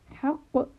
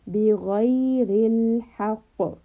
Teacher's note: So قاف is heavy and it also has قلقلة.